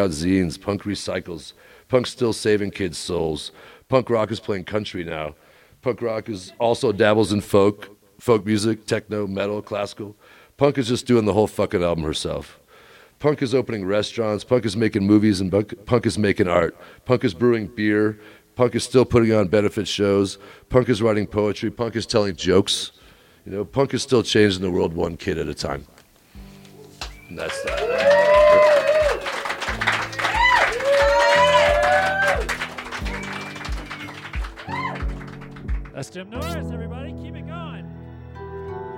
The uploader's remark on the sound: The acoustics—as you'll hear in a minute—were terrible for recording. That tiny crowd, with their cheers echoing off the walls, sounded enormous. I decided that the quality of the audio was too poor for the podcast.